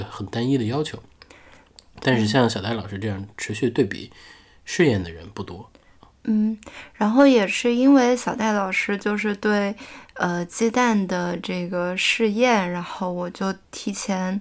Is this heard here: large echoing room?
no